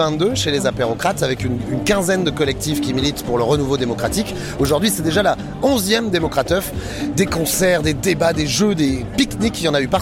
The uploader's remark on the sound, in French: Un numéro spécial en partie enregistré lors de la #DémocraTeuf du 16 septembre 2023 sur la place de la République.